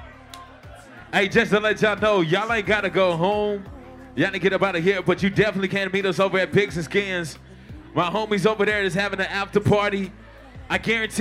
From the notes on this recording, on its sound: AFRO BEATS AND VIBES LIVE AT THE CAMP IN HUNTSVILLE AL LAST HR MIX SESSION.